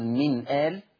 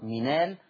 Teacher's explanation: ورش بيحذف الهمزة ويأخذ حركة الهمزة يضعها على الساكن ألا وهو النون · Shown in: second take · فتقرأ منال، وهذا مع القصر والتوسط والإشباع، منال منال منال مع القصر والتوسط والإشباع. · Term: النقل